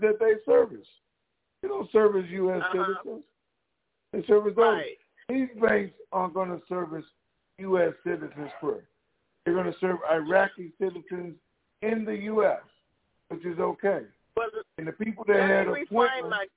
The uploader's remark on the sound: TNTSuperfantastic Conference Call